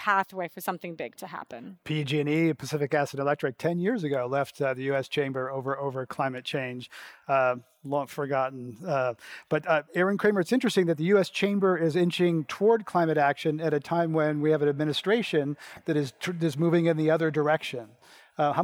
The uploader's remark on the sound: Portions of this program were recorded at the BSR 2019 Conference in San Jose, California.